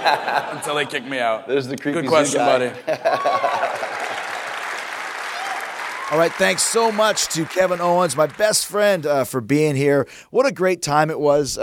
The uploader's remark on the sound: Live In Toronto. Hosted a live Q&A event during Survivor Series weekend.